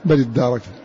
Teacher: بتشديد الدال وفتحه وإثبات ألف بعده وجعل همزة الوصل قبله همزة وصل.